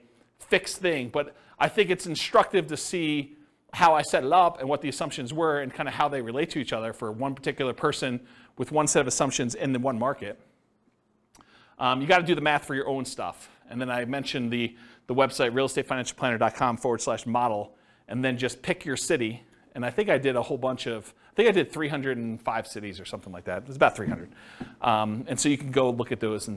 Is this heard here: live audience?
yes